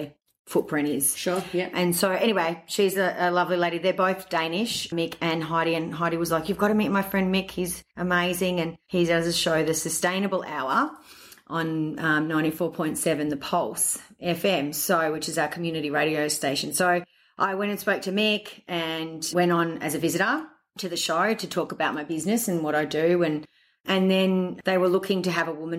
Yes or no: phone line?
no